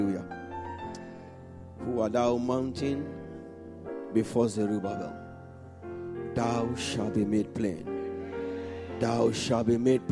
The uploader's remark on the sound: This Sunday Service message